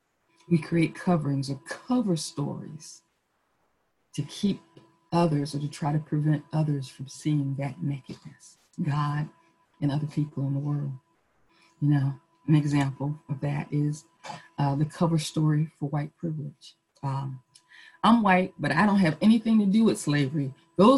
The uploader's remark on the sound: Our zoom streamed service.